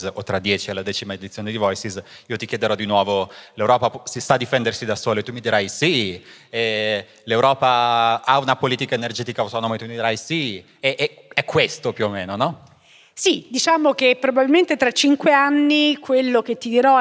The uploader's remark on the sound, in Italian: Registrata live a Voices. In questa puntata speciale di Globo registrata live a Voices.